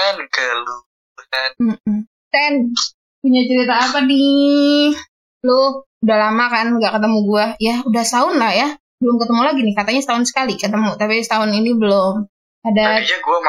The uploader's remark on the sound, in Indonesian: Mohon maaf jika suaranya masih belum jernih